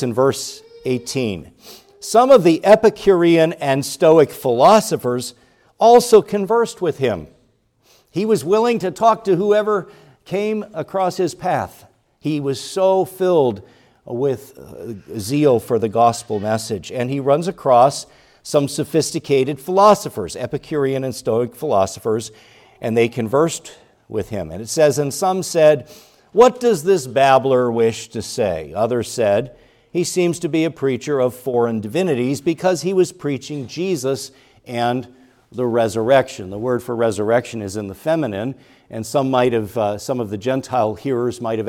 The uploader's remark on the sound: preached at Grace Orthodox Presbyterian Church in Sewickley, PA, during the morning Worship Service on Sunday, February 18, 2024